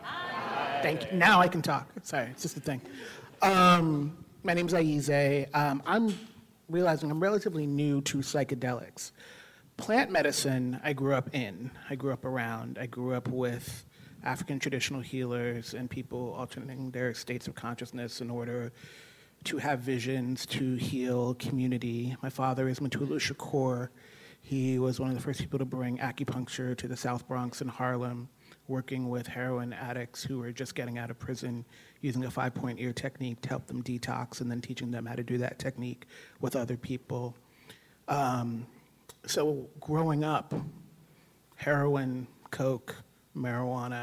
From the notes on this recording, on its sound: Psychedelic Medicine x Design Pop Up at Stanford University d.school. Featuring a panel conversation. I recently co-hosted this live event at the Stanford University Hasso Plattner Institute of Design aka the dschool.